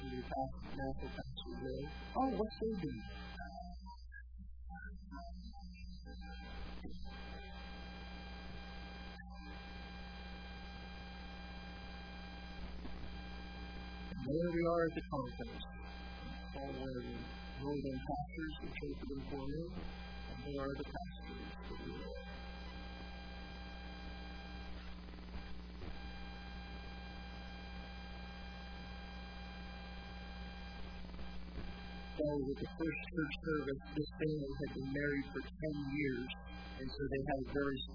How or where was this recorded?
large echoing room